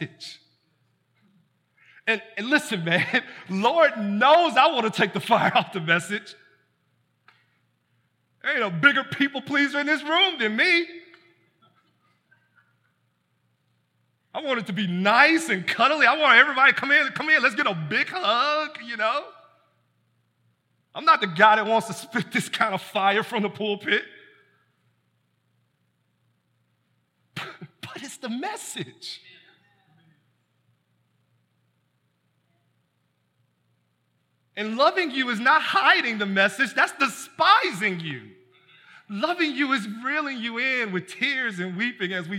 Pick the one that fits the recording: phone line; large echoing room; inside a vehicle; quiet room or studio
large echoing room